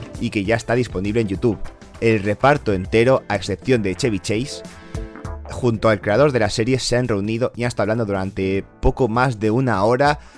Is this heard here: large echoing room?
no